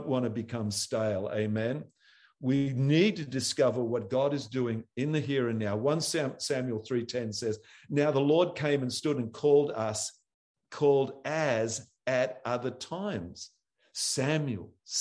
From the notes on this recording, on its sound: ZOOM Church sessions.